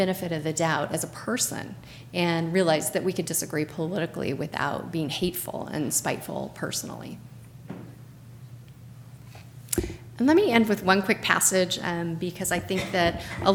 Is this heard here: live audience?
yes